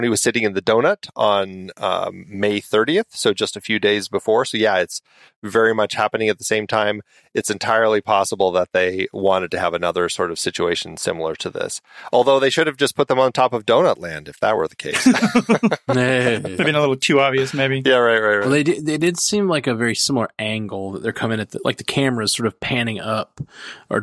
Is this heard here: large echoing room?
no